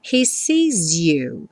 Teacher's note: Juntando aqui o S do sees, ficou um som como um Z.